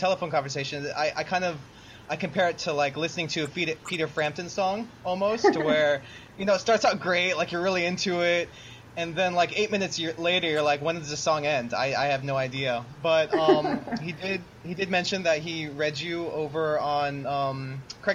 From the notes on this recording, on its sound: The random snap, crackle, pops that occur. The sound of my voice, which makes it seem we recorded this pod in a small empty closet.